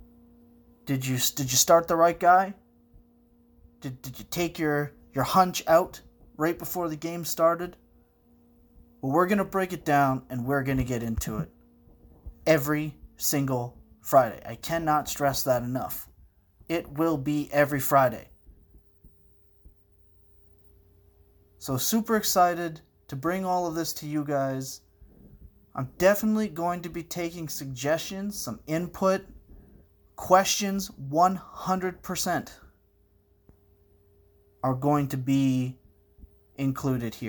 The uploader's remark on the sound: Unfortunately without the proper mic set up the energy level must stay down for now as to not blow out ear drums